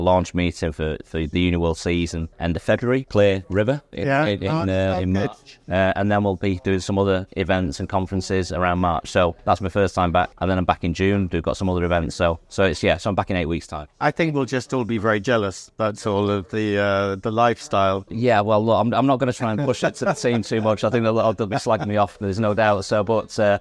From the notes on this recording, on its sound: Recorded during the Advantage Travel Partnerships special cruise conference in Paris onboard their stunning ship Joie de Vivre